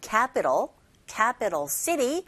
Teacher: 캐피탈이 틀린 발음은 아니지만 원어민들이 주로 모음과 모음 사이에 자리잡고 있는 트 사운드를 R 소리에 가깝게 들리게 발음을 하거든요 · Term: 플랩 현상